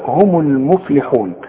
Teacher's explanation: الميم عند الوصل ضمها، والميم اذا وقفت عليها سكنها